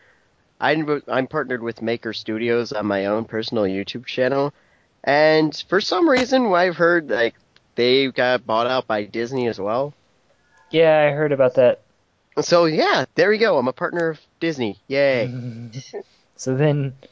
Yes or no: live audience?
no